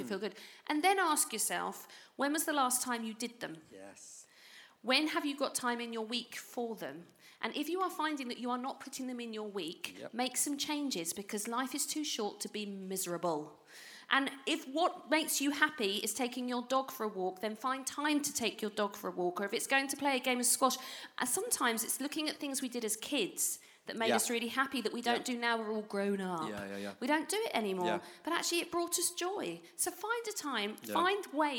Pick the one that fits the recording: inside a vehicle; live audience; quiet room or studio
live audience